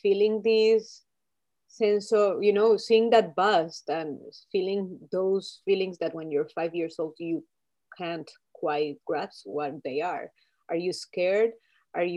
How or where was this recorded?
video call